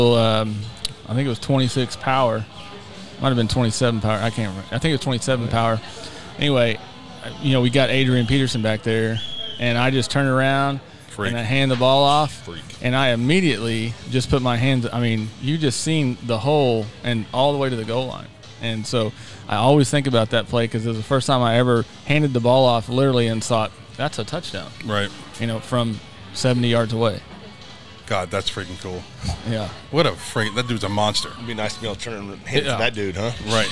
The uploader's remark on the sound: Live at Clark Crew BBQ